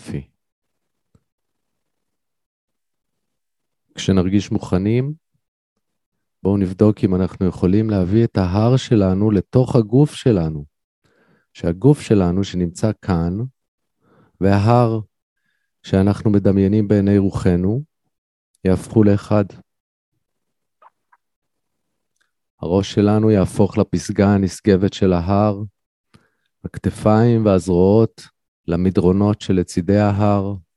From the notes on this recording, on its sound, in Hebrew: הוקלטה בישראל במסגרת שידור חי בzoom